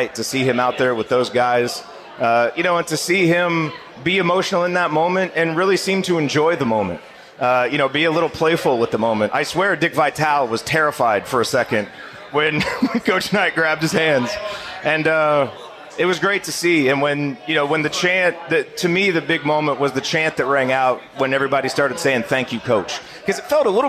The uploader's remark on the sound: Hosted a live show at Switchyard Brewing breaking down the game. Answering audience questions.